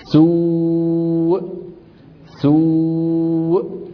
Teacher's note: يعني في همزة بس ضعيفة، من السماء، بس أغلق الوترين فجأة بدون تكلف، كل الكلام اللي نقوله دائما معه كلمة بدون تكلف، بدون تكلف. سوء سوء، بس تقفل الوترين مباشرة تخرج الهمزة